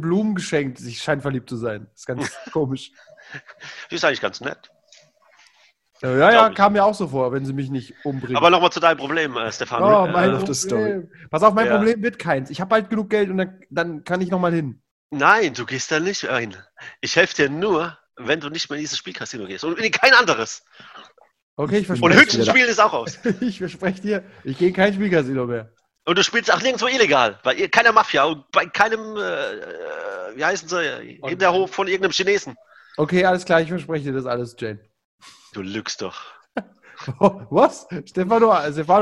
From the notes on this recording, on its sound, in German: Leider noch immer in der Corona und Zoom Zeit. Unsere audiotechnisch eingeschränkten Vampire.